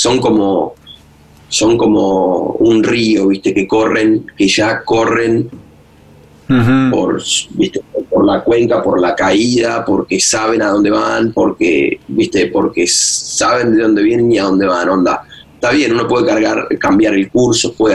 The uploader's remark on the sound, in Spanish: Vía Zoom